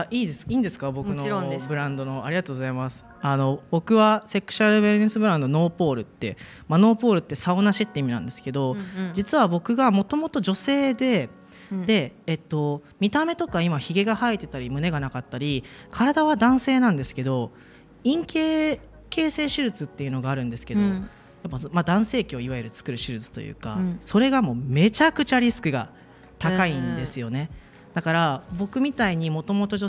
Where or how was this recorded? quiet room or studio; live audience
live audience